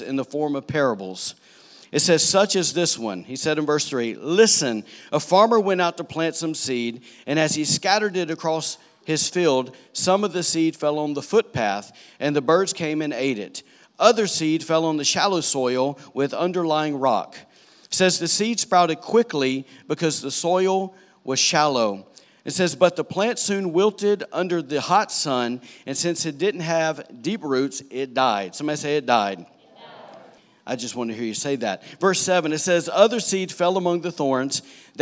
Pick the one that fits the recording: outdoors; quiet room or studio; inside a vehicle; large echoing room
large echoing room